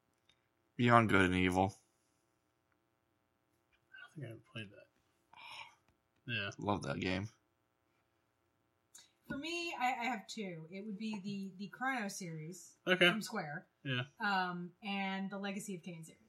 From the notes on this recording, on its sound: We had some technical issues to deal with.